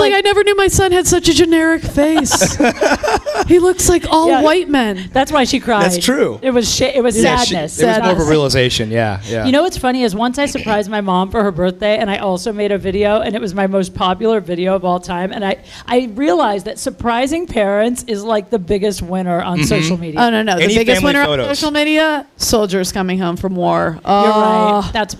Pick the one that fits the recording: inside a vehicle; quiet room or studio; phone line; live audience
live audience